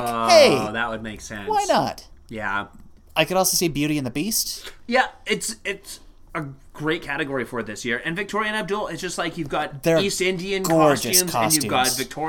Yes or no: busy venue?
no